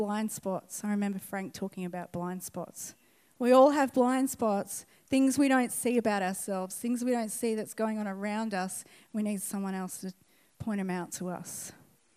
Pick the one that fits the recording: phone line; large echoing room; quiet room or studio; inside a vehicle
large echoing room